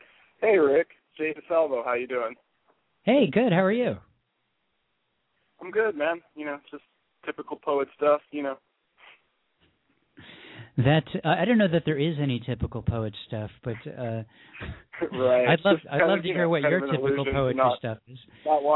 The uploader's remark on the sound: readers who called in from San Clemente, CA, Newark, NJ, Rochester, NY, Tucson, AZ, Desert Hot Springs, CA and Phoenix, AZ